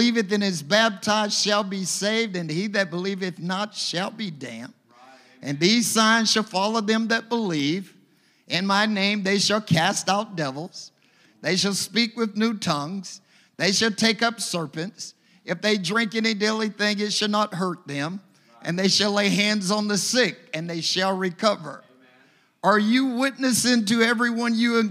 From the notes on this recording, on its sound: a service recording from Connect Point UPC